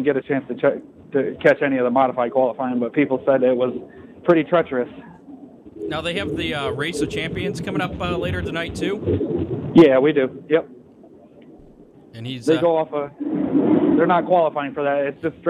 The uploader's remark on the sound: Live Check In From Gateway Dirt Nationals